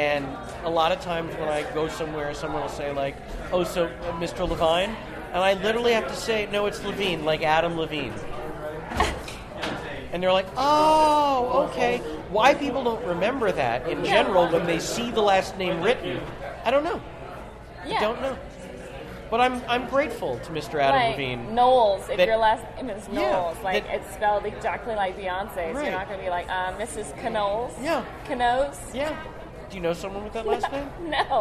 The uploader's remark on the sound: open the show live from Big Slick Ten